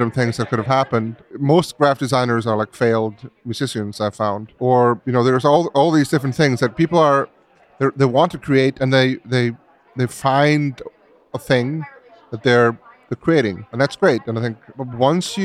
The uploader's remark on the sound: Live at Kinference. At Kinference in Brooklyn. We recorded this in the venue during the conference happy hour, so please bear with us as there’s going to be a lot of noise. During the happy hour of the first day of Kinference in Brooklyn.